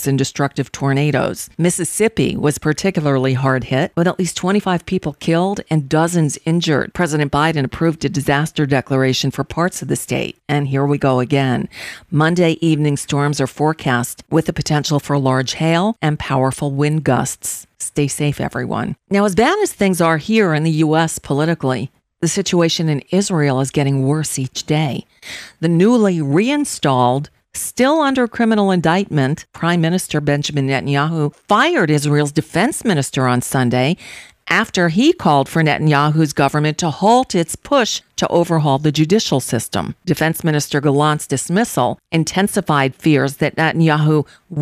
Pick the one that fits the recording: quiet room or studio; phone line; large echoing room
quiet room or studio